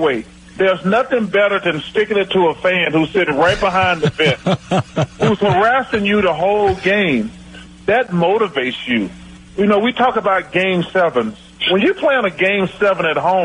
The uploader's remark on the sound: called